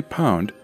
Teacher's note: You can feel the difference if you put your hand in front of your mouth and say the words round and pound. When you say pound, you'll feel that little puff of air. · Term: aspirated